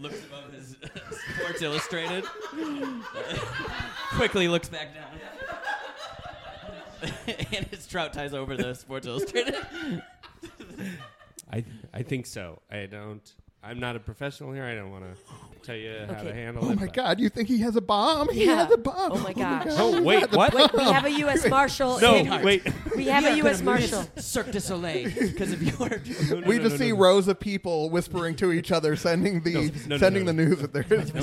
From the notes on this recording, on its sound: Live at the Torch Theatre in Phoenix